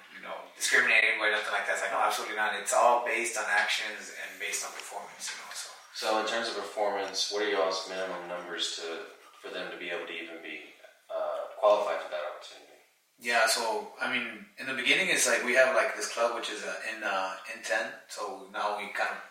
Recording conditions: poor sound quality